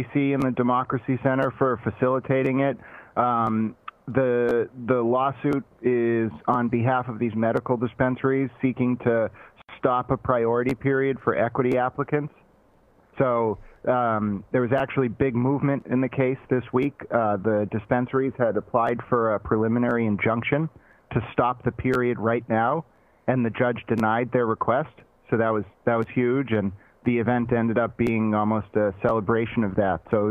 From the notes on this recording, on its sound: Guest call. Take calls.